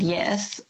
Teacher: I think mine sounds like an eh, but some people might hear me and think it sounds more like an ah · Term: E vowel